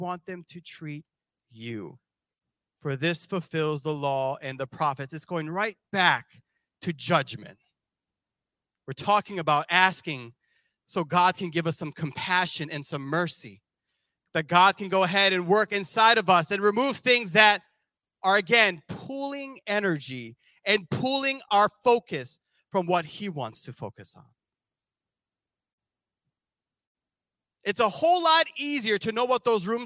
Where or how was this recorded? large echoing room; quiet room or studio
large echoing room